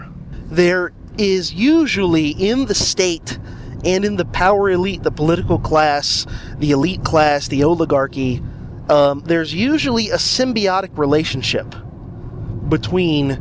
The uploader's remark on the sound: This is a guerrilla episode done in the car